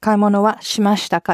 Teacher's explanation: with the ka, you still keep it flat